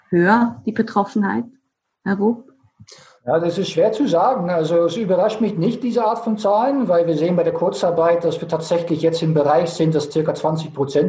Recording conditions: video call